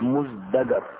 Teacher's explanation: فأبدلت التاء بالدال القريبة منها في المخرج، وكي تتناسب مع الزاي في الجهر، فأصبحت مزدجر